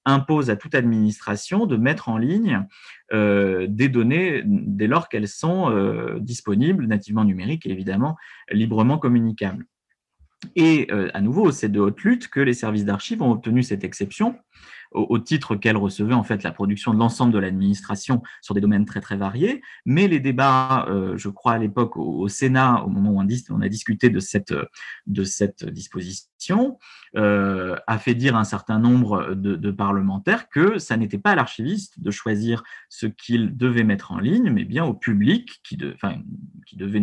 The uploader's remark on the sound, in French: Enregistré sur Zoom le 4 février 2021